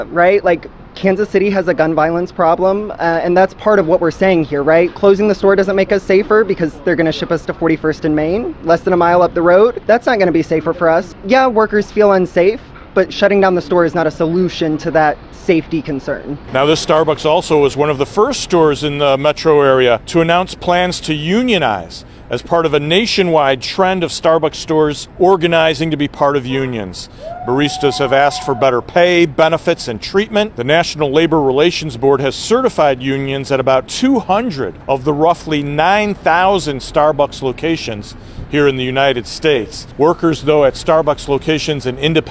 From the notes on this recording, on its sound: The KC Morning Show has obtained, verified, and will be playing back audio from inside Starbucks on The Plaza, as workers were informed of the abrupt closure, and their forced relocation.